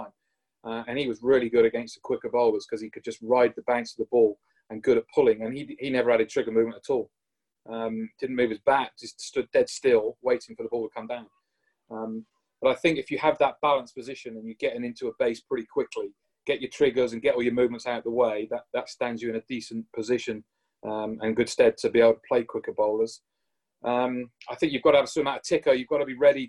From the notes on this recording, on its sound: in a webinar originally recorded in 2020